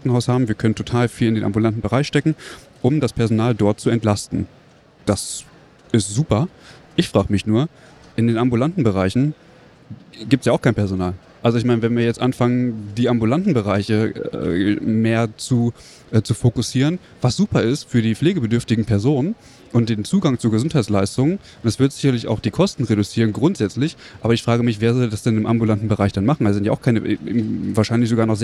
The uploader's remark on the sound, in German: Live vom Deutschen Pflegetag 2022 (Erster Tag)